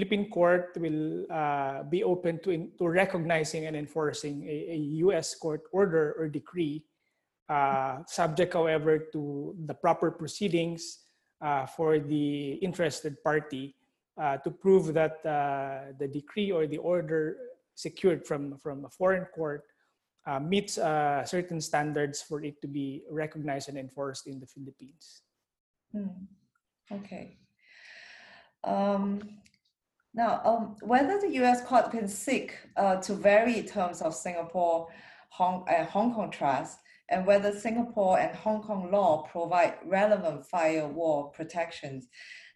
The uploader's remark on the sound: Webinar audio recording dated 20 May 2020.